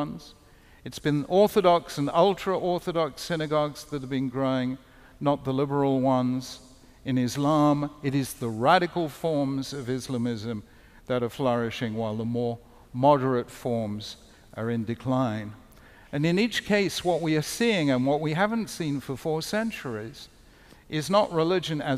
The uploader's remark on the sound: Keynote lecture. The lecture was hosted by The Chautauqua Institution, an arts and cultural lifelong learning community on the shores of Lake Chautauqua in Western New York.